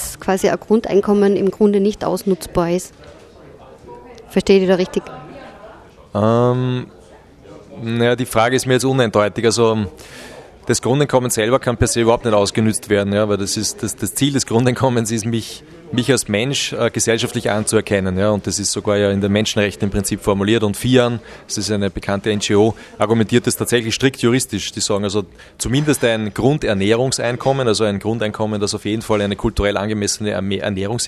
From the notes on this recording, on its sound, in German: Die Sendung wurde im Café Weitzer in Graz aufgezeichnet